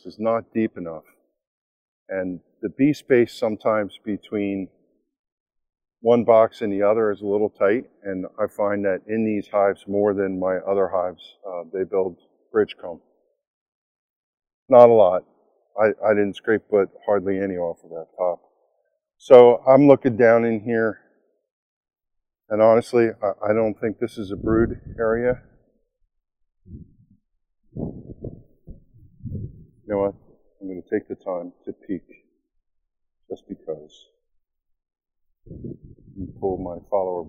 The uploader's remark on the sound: Live recording of the first inspection of the season